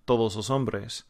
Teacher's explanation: A Spaniard or someone from any of the Latin American countries saying all of the men, todos los hombres, they're going to dentalize those T's and D's. When we try to say it, it sounds like todos los hombres.